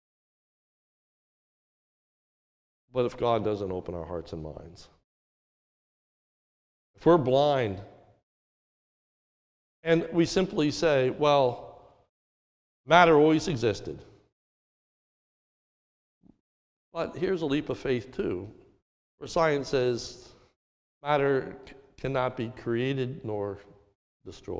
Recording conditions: large echoing room